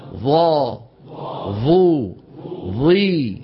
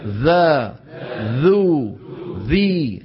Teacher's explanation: لاحظ ارتفاع أقصى اللسان ولاحظ رجوع لسان المزمار بخلاف الذال والثاء · Shown in: first take · فلا ارتفاع لأقصى اللسان ولا رجوع للسان المزمار. · Term: حرف مستعل مطبق